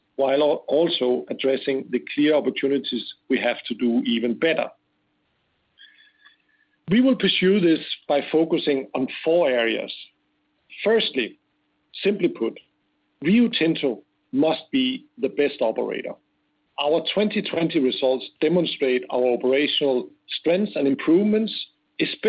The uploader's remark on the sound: Conference call.